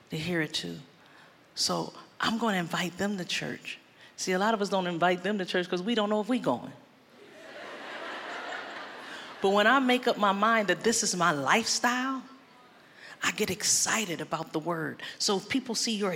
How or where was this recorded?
live audience